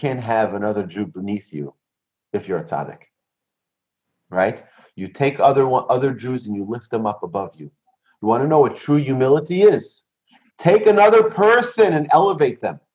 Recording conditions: video call